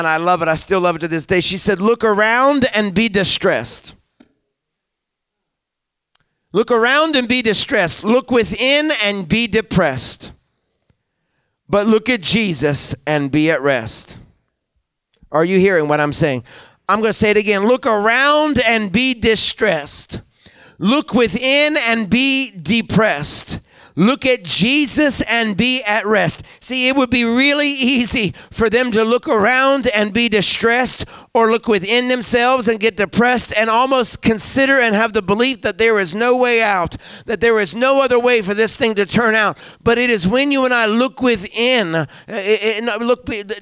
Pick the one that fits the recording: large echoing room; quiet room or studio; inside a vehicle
large echoing room